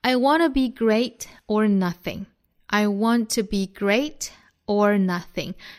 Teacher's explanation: Great 用升调， nothing 用降调，前升后降。